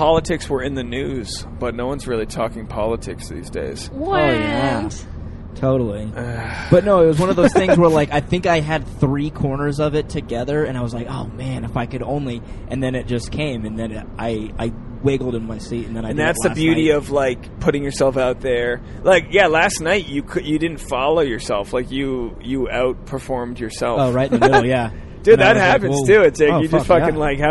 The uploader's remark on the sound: On this carcast episode. As they drive to a standup show.